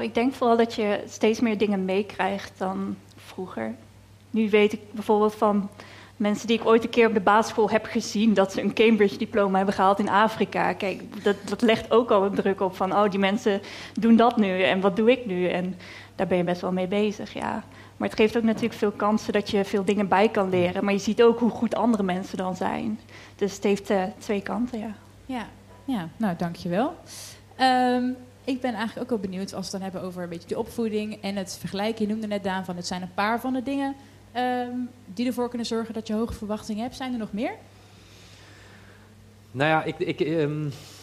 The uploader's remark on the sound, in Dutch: Live gespreksprogramma dat op 2 juni 2023 werd opgenomen in de Serre van de Botanische Tuinen in Utrecht. Het maakte onderdeel uit van de Dag van het Uitstelgedrag van het Student Support Centre.